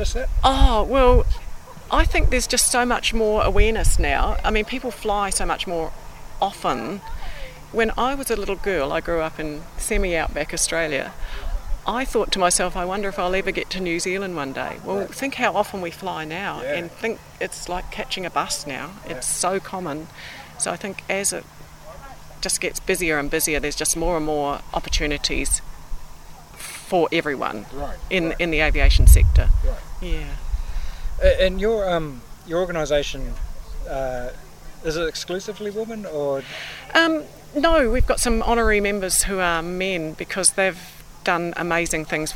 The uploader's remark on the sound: Recorded in the open air at Te Kowhai Aerodrome, Hamilton. Talks with three ladies at a Fly In of the New Zealand Association.